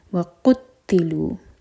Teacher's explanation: تا پر شدہ واضح کریں گے، زور دے کر پڑھیں گے